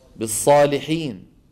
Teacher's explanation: بعض أخواننا العجم ما بيحسن يفخم الصاد، شو بيقولوا؟ بالسالحين